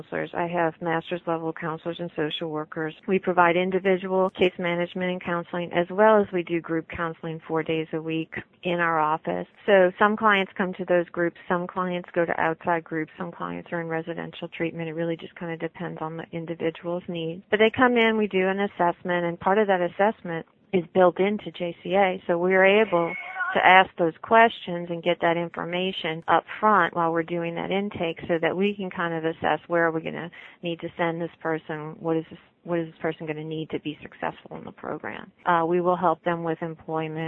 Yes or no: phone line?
yes